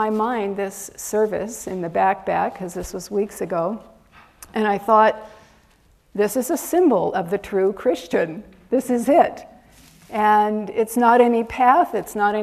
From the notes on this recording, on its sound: Recorded at Ananda Village on August 27 2023.